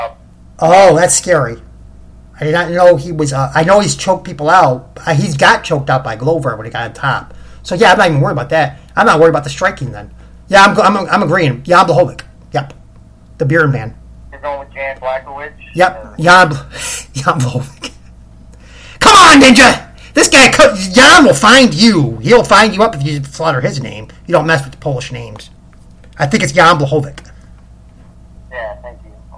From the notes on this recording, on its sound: The Audio will get fixed hopefully soon